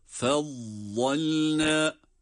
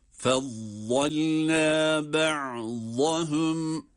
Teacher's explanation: Fezzalna. Bakınız, zat harfini hem kalın hem tok bir ses, yani kalın bir sesle hem de şeddesiyle okunurken harfi çıkarmak için, tabii kendisine ait olan sıfatı sebebiyle, burada istitale sıfatı dediğimiz bir sıfat dikkate alınmalı ve o şekilde de vat harfini çıkarmaya hususi bir özen gösteriyoruz.